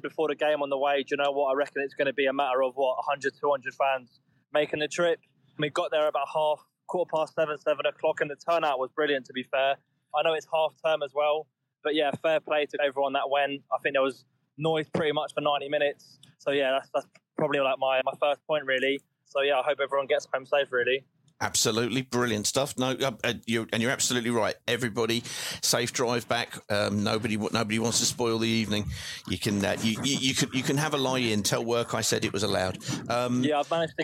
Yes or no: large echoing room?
no